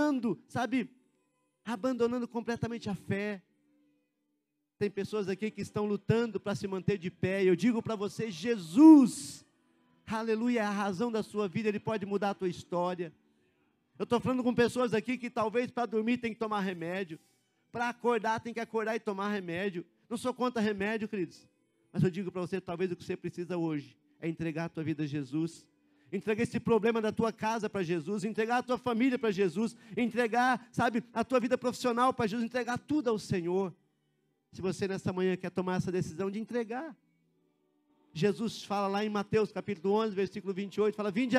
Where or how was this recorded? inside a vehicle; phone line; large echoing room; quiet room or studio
large echoing room